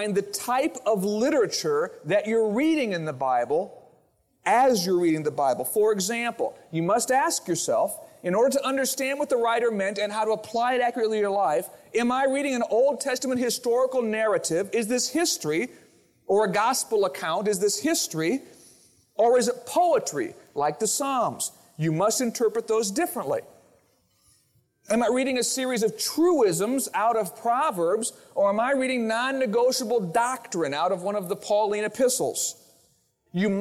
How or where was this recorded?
large echoing room